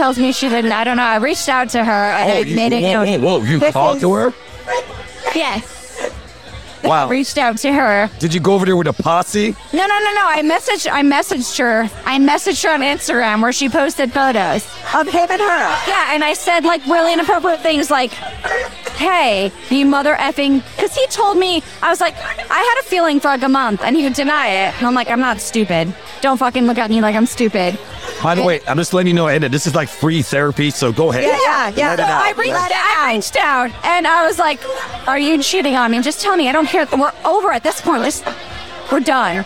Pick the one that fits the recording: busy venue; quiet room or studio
busy venue